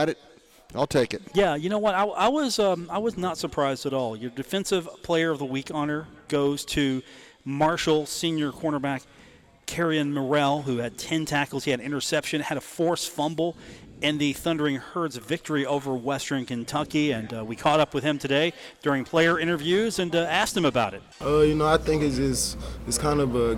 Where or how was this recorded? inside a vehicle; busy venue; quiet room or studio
busy venue